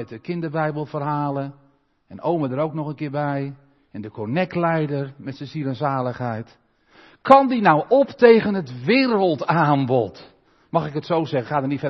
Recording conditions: large echoing room